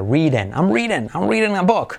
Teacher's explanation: D como R suave, I como E